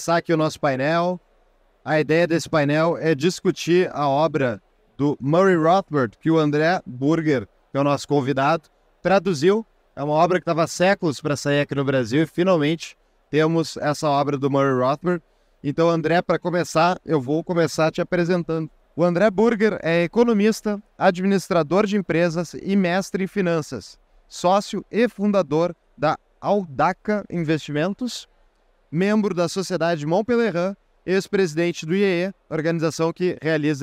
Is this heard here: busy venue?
yes